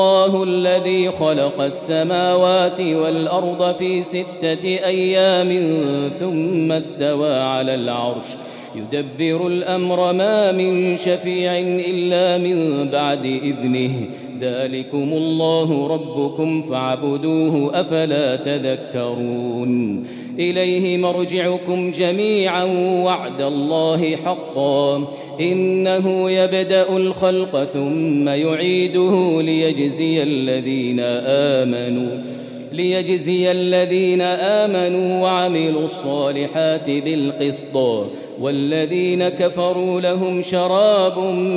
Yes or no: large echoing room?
yes